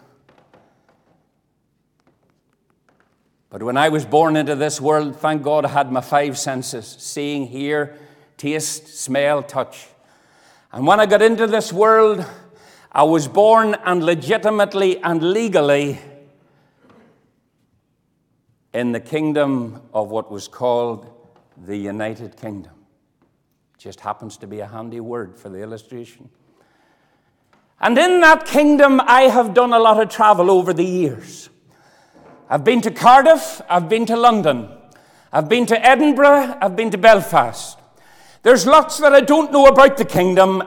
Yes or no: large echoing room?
yes